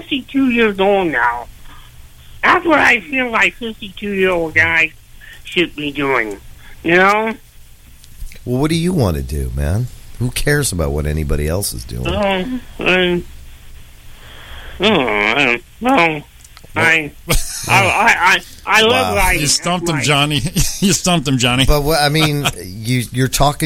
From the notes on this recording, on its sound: We are joined via phone